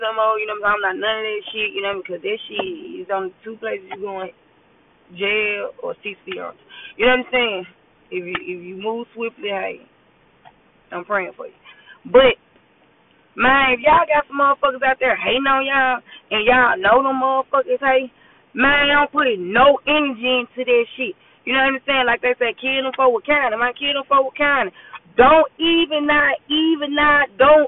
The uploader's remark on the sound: Excuse the yo and down sound I was driving to work